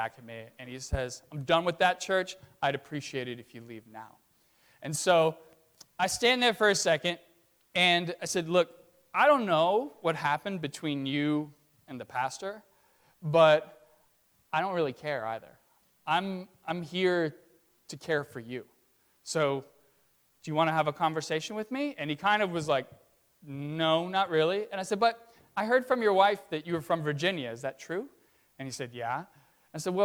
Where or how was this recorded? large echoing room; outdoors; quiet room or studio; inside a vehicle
large echoing room